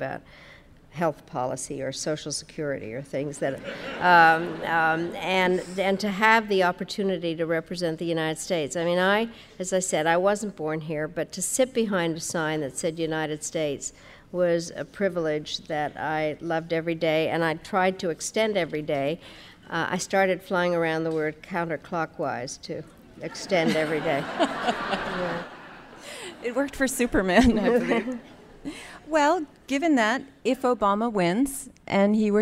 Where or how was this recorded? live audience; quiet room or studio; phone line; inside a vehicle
live audience